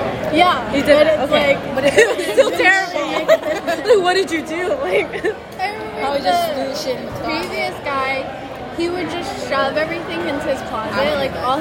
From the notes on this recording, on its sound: recorded at Izakaya Kou in the Fillmore